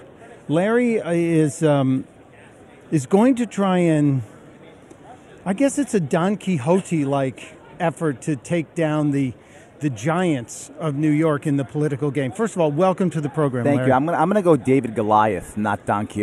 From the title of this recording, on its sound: Live from Freedom Fest in Vegas